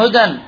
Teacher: أنت تنطق الدال وبعدها ماذا؟ وبعدها نون. إذن الألف محذوفة في النطق، مكتوبة في الخط · Term: الألف المحذوفة